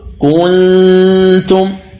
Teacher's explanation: مثال النون الساكنة كلمة كنتم، إذا أردت أن تخفي إخفاء صحيحا فإنك من الكاف تذهب إلى مخرج التاء وتهيئ نفسك النطق بالتاء، لكن لا تضغط عن مخرجها، وإنما تأتي بغنة بمقدار حركتين، والغنة تخرج من الخيشوم ثم تنطق بالتاء، فتقول كنتم كنتم، والخطأ أن تقول كنتم. · Term: إخفاء النون